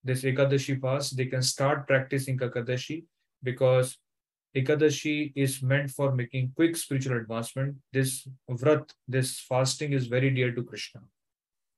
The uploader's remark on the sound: Zoom recorded class